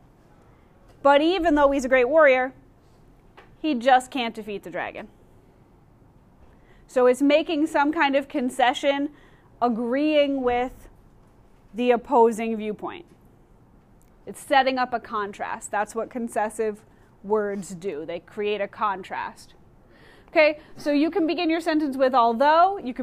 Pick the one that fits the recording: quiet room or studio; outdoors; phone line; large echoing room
large echoing room